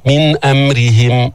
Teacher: الراء مرققة لأنها مكسورة